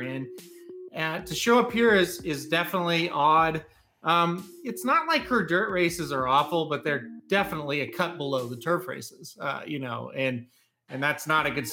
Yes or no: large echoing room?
no